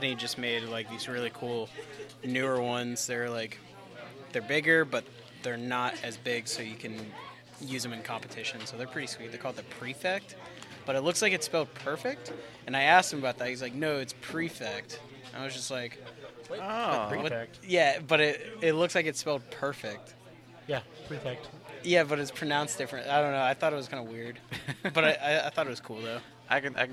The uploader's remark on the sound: we celebrate Free Comic Book Day at one of our favorite places the Battlegrounds Games and Comics in Dalton, GA